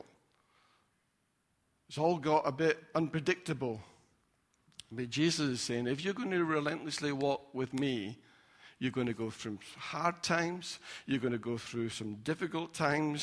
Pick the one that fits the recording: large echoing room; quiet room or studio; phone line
large echoing room